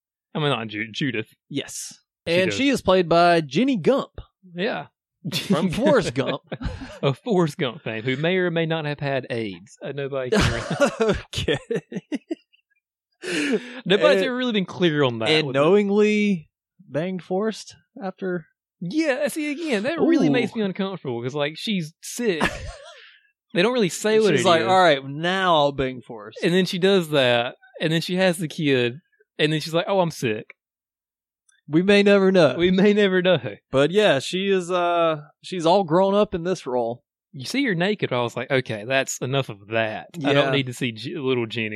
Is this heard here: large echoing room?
no